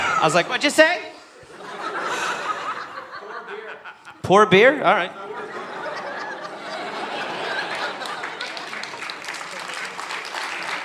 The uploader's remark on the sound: Recorded live at Chat Noir in Oslo.